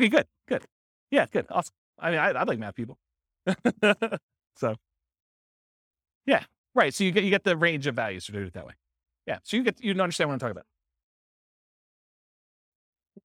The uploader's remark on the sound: This was a live class recorded